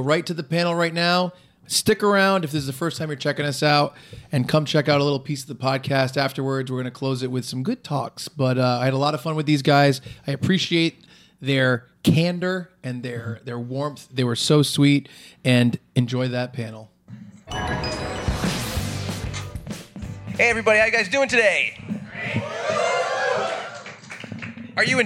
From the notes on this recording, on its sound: Panel from #RI #ComicCon this year, filmed on November 5th, 2023. This is our #TeenageMutantNinjaTurtles panel from #RI #ComicCon this year.